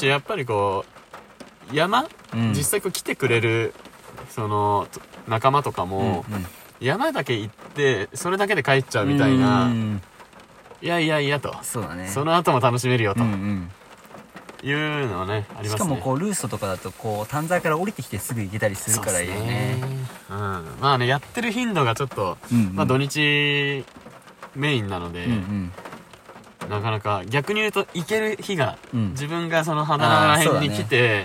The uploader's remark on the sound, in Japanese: 神奈川県は厚木市を拠点とする高松山グルグルクラブ。高松山グルグルクラブ前の雨宿りトラック。雨音がパチパチ賑やかで、ノイズ多めで若干お聴き苦しいことは、ご容赦ください。